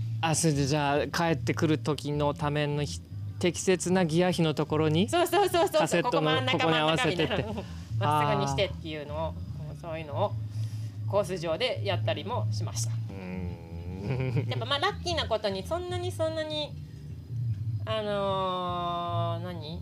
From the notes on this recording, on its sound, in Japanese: In PEDAL DAY GO Mt. TSUKUBA。収録地：茨城県つくば市 PEDAL DAY GO Mt.TSUKUBA イベント会場。